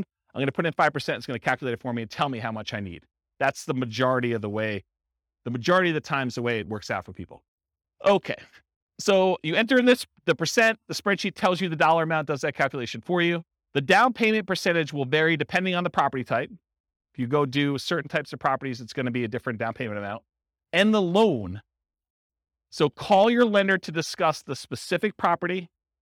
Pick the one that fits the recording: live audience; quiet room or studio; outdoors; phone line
live audience